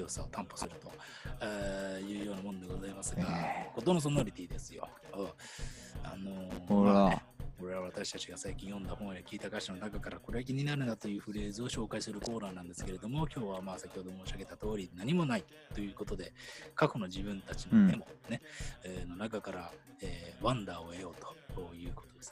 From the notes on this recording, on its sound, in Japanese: 録音環境不全につき、音声バランス悪くすいません。